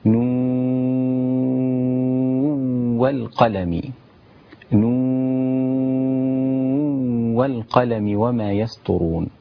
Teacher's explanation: وتقف عليها في بعض القراءات، إذا وصلت تدغم نون مع الواو، لأن نهاية كلمة نون عند النطق نون ساكنة، فيكون الحكم التقاء النون الساكنة مع الواو إدغام بغنة، إدغام ناقص